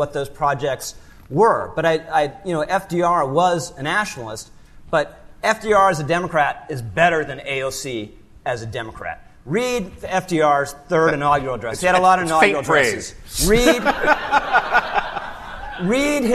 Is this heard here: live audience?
yes